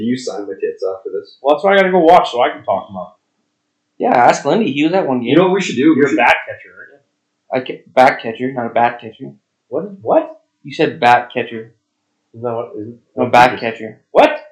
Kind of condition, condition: fault, poor microphone